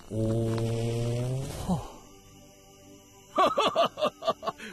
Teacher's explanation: 이번엔 바람을 품은 거친 소리다. 오하다가 바람을 세게 내뱉어 호해보거라